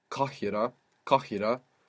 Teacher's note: the kaf is like a K that comes from further back in the throat, and in the Egyptian dialect, this kaf of Arabic is most of the time avoided and just turned into a hamsa because, again, we see that conservational effort, of the dialect to not waste too much time.